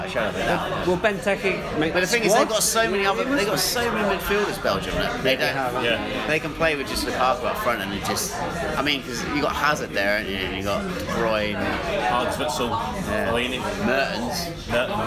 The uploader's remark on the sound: We have to move pubs half way through recording... Mainly due to the pub closing for a function but also due to the noise around us. We had to edit out a whole section due to one man eating a packet of crisps!